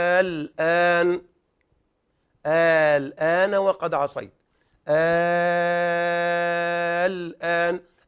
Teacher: أتى بعد المد سكون فوق اللام · Term: مدا لازما